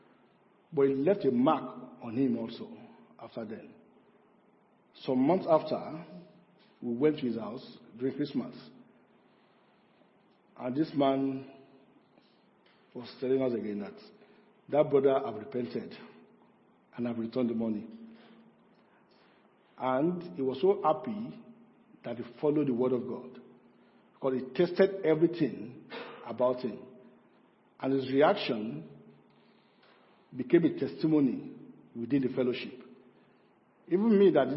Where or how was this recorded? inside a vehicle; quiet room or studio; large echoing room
large echoing room